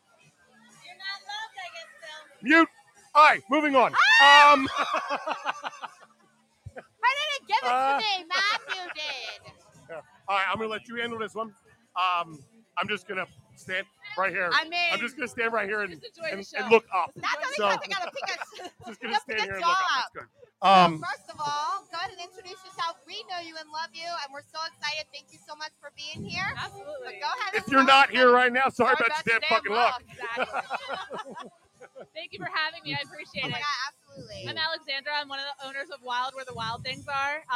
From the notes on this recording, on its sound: LIVE from the Club Giggity Hotel Takeover